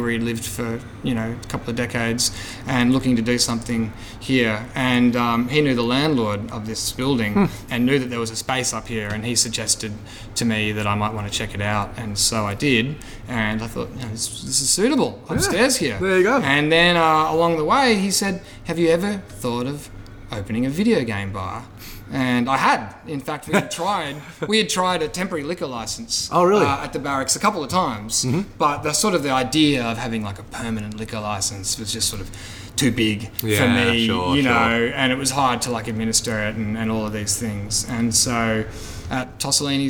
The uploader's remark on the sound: Recorded inside 1Up.